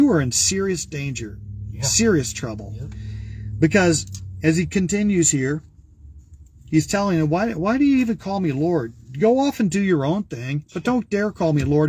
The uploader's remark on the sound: Brown Bag In The Van!